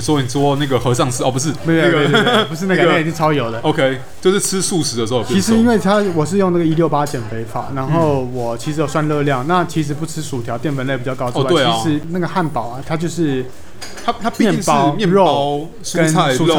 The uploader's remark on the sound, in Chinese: 本集白噪音指數：微風級 2/5。錄音地點：李亭香。